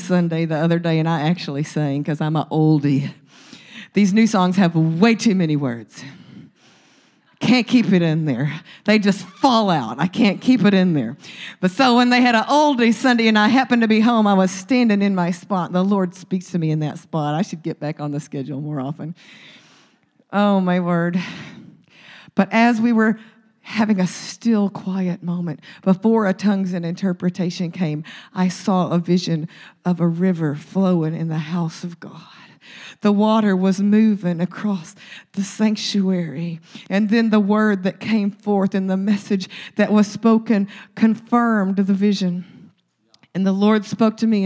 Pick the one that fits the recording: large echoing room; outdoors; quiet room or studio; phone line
large echoing room